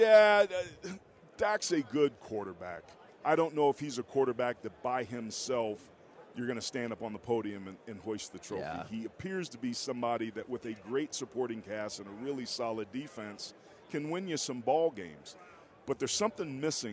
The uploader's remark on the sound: LIVE from Radio Row in Las Vegas!